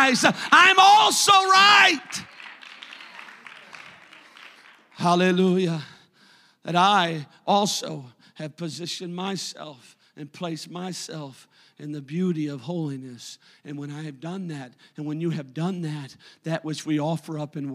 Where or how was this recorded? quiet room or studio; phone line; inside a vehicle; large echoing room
large echoing room